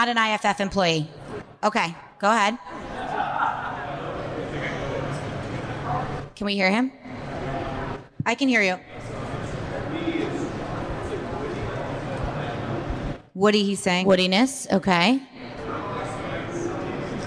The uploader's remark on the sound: For the inaugural monthly speaker series "HOW IT WORKS"... LIVE PODCAST (recorded now thankfully) at the magical #metroburb, Bell Works of Holmdel, NJ.